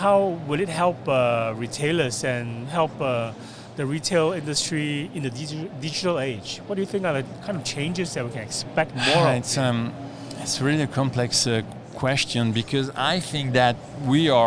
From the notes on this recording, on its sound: here is a podcast recording we made at the event